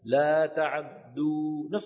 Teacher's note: تعدوا، لا تعدوا بفتح العين، لا تعدوا. فبعض القراء قرأها بعين مفتوحة فعدوا، وبعضهم اختلس هذه الفتحة، فتحة العين